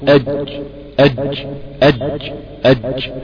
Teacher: وسط اللسان بيرتفع ليغلق منطقة غار الحنك الأعلى، فينحبس الهواء خلف هذه المنطقة، ولما تفتح المنطقة بيخرج الهواء فرا سريعا · يخرج مع الجيم بعض الصوت الخفيف جدا اللي هو ردة الفعل أج، لأن المخرج بيتم غلقه والهواء أو الصوت بينحبس خلف اللسان، لما بينفتح بيخرج الهواء فرا مسرعا، ولكن هواء بسيط جدا مش كتير. · Term: حرف شديد